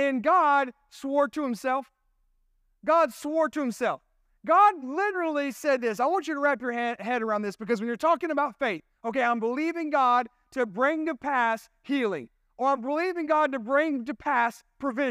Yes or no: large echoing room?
yes